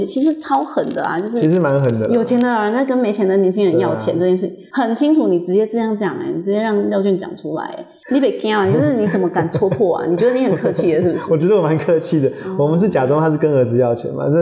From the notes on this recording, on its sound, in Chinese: 麥克風有些小雜音